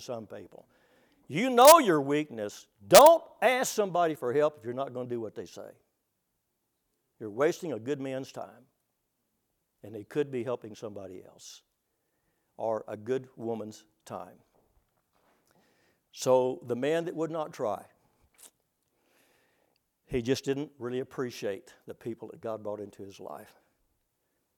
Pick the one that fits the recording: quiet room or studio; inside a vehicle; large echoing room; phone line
large echoing room